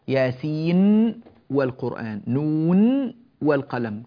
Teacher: فقد أظهر النون عند الواو بلا خلاف في كلمة نون والقلم · Term: الإظهار